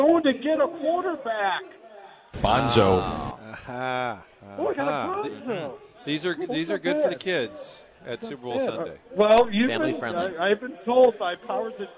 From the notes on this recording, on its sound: broadcasting live from Kingside in Clayton